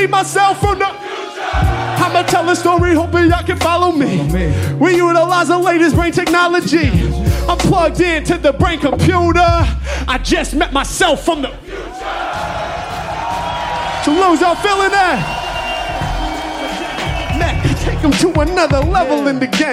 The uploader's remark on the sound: Live In Toulouse & Barcelona